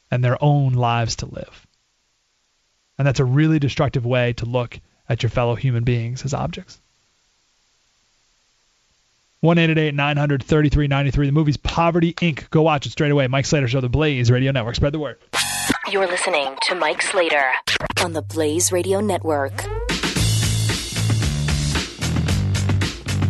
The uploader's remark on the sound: All that plus your phone calls